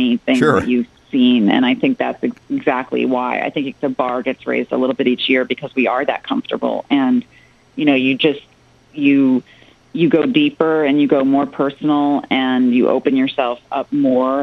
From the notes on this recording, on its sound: Called in on September 22, 2017.